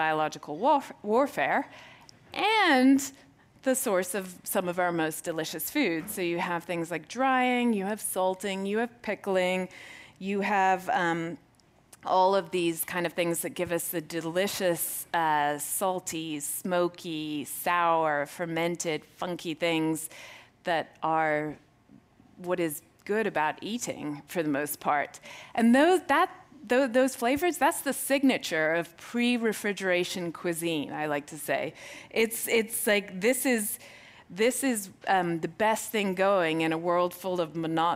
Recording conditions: busy venue